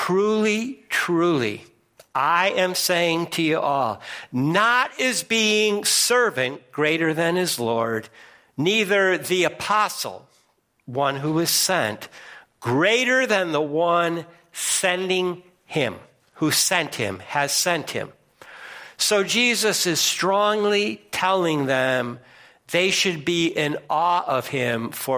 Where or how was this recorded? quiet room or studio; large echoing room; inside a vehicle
large echoing room